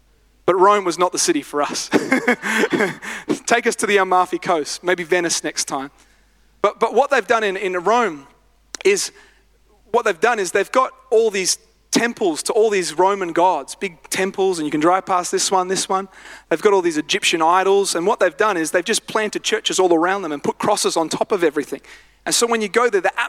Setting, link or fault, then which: setting, large echoing room